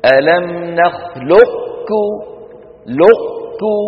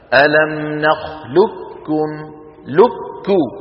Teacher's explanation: كل هذه السلاسل بإدغام القاف في الكاف إدغاما محضا، بمعنى يكون النطق بكاف مشددة · Shown in: second take